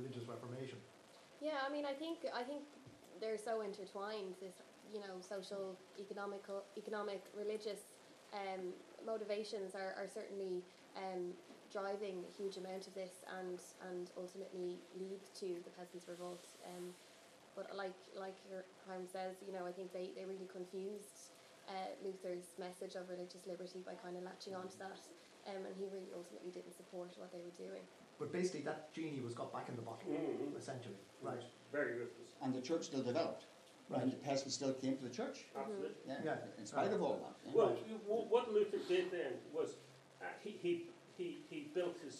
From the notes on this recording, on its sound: A History Ireland Hedge School recorded at at Belfast Fest. Of Ideas & Politics, Conor Hall, Belfast Campus, Ulster University, York Street.